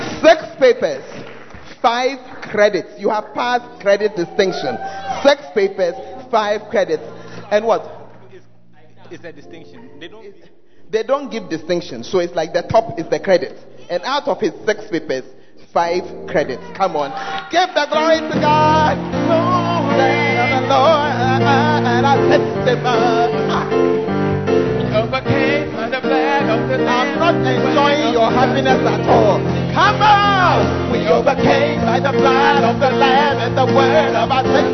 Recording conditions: large echoing room